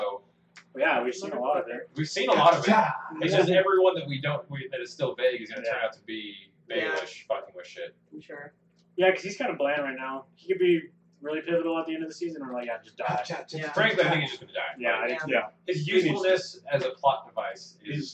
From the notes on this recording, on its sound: The audio quality in this episode is quite rough. We had some driver errors, that after fighting with the computer to try to recognize our hardware, we gave up and recorded with our camera's built in microphone, and it is rough. I took that time to attempt to make the audio more bearable.